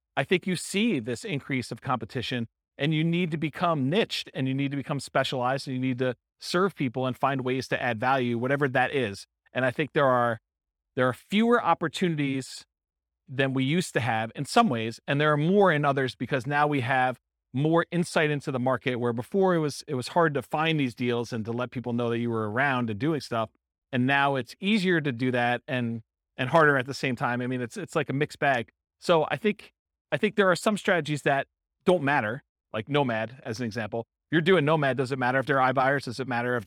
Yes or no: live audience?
yes